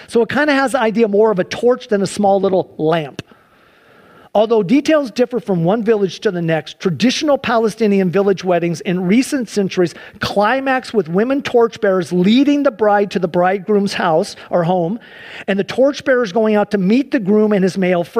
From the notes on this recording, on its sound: Sunday church service livestream